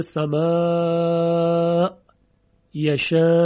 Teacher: پس ابو عمرو مد متصل رو به توسط خونده، حدود چهار حرکت یا دو الف مدی در حقیقت